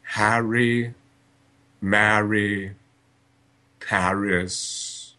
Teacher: The first syllable is trap, and then the second syllable begins with R. And in many accents, mine included, the trap has been shifted into a.